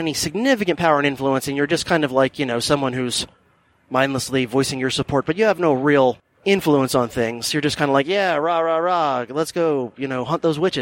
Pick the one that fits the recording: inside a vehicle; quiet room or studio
inside a vehicle